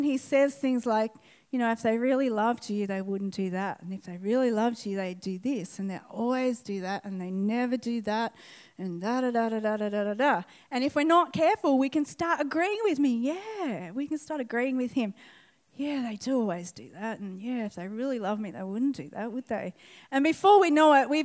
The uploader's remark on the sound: This message was recorded on 13/10/2019 at the 11am gathering at River Edge Church.